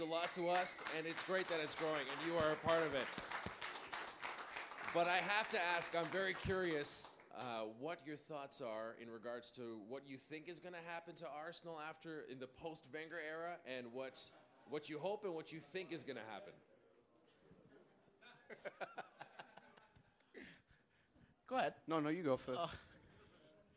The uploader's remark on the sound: TSN panel at Footy Talk 5.